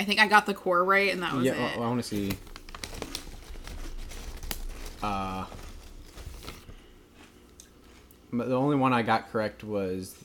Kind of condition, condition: fault, background noise